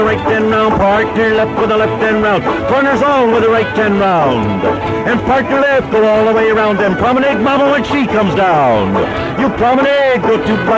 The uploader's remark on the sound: Live Dance Recording of the Santa Monica Jubilee in 1950